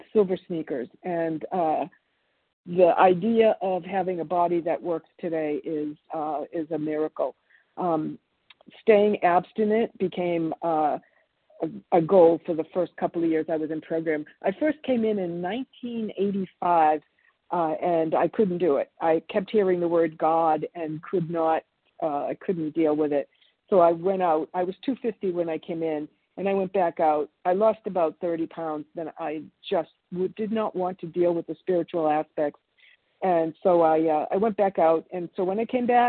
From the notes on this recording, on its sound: From the 100 Pounders Phone Meeting.